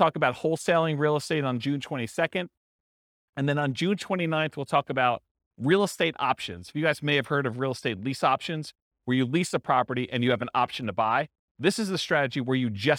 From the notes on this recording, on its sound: This was a live class recorded